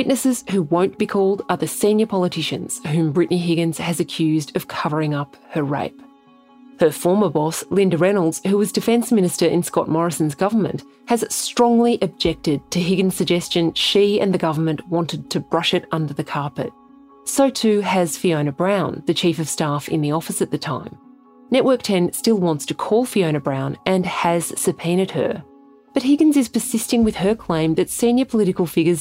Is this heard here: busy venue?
no